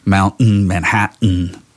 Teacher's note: You hear the voice stop and then continue with the N sound. That's a glottal stop.